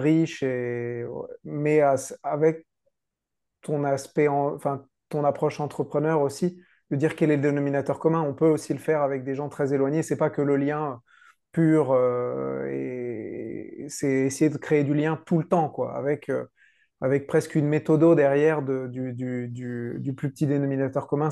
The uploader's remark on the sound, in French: Nous l'avons enregistré début 2023 à distance.